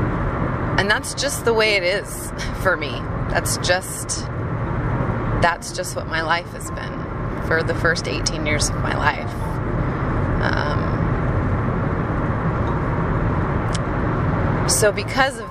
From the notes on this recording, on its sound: Hopefully the road noise isn't too distracting.